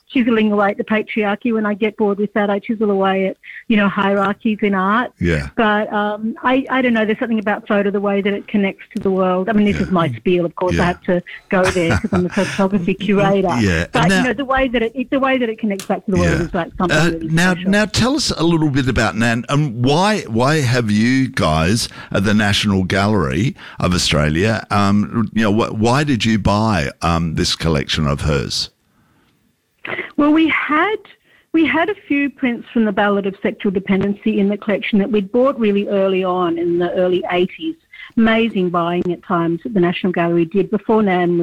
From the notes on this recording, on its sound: Sunday Arts Magazine presents an absorbing phone interview with guest.